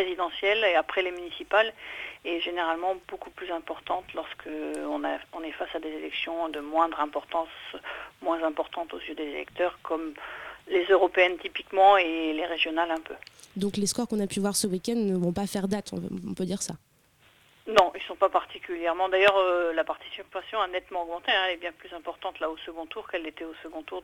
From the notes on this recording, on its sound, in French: Au téléphone depuis Tours. En plateau.